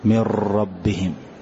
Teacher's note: أحذف النون تماما ولا أغن، ويكون الحرف عن حرفين فأقول من ربهم كما سيأتي في اللام والراء ثم كررن من ربهم وسيأتي.